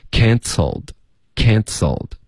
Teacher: can 结尾的 n， can 舌尖顶上颚，接着发嘶的时候呢就有点轻轻的嘶嘶的这个爆破， cancelled cancelled 嘶嘶开头嘶爆破进去， cancelled done 也要注意别发成 done，也不是 doneOK，是 done，舌尖要顶上颚， done done cancelled on meMy boyfriend cancelled on me.